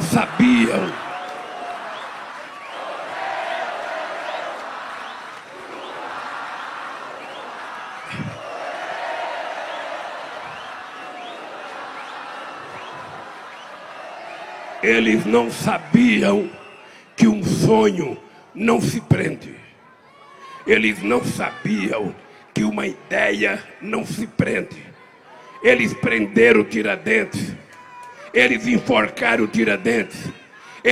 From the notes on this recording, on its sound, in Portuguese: Participou em Aracaju de ato público no Centro de Convenções de Sergipe.